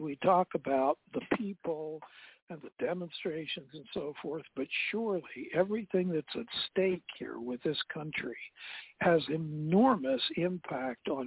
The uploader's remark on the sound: TNTSuperfantastic Conference Call